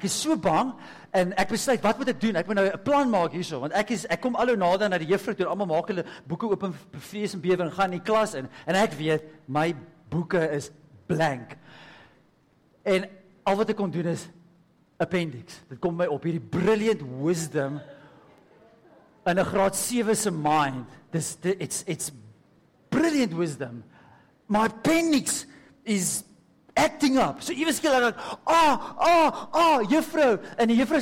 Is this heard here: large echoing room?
yes